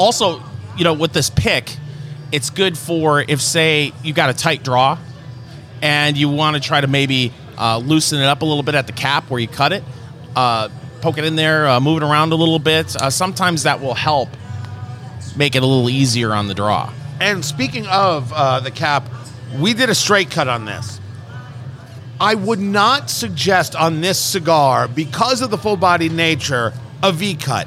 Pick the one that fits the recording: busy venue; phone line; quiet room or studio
busy venue